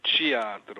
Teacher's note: quella T diventa liquida, non so come spiegarlo, diventa praticamente un TCH